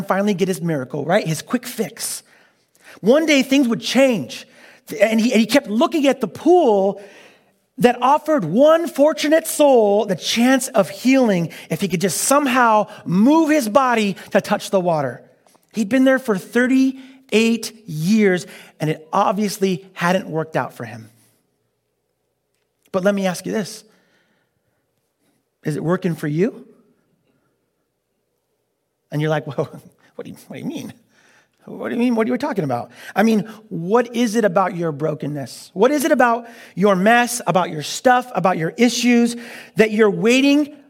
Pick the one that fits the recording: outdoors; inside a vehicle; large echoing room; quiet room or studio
large echoing room